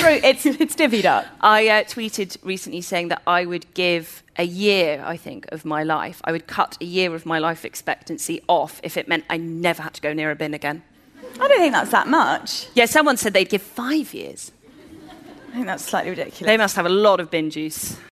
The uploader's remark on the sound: A LIVE Episode. We're back at Google's Curiosity Rooms to celebrate the launch of their Google Pixel 3 phone.